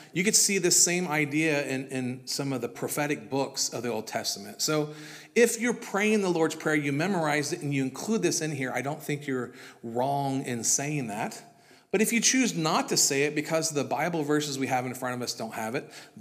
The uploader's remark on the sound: This was originally recorded at Palestine Church of Christ.